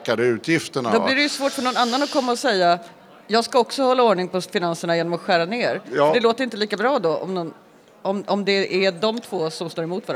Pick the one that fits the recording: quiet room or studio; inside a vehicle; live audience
live audience